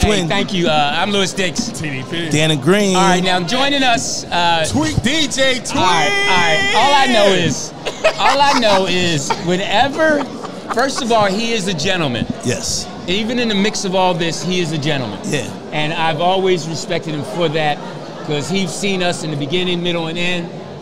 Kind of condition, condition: setting, busy venue